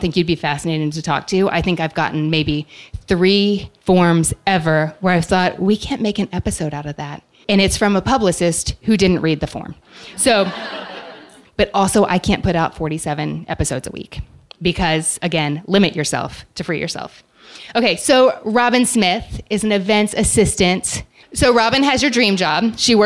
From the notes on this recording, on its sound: Today we’re sharing the live audio from my book tour stop at the Strand in New York City. In the next segment I’m joined by a Strand bookseller to do some on-the-fly literary matchmaking for our live audience.